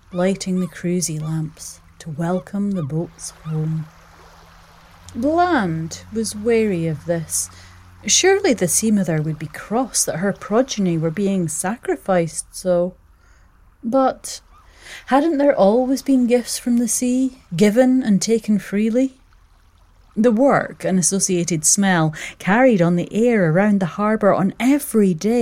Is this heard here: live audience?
no